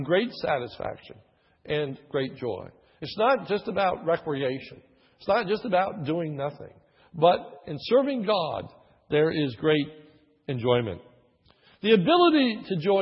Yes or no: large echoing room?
yes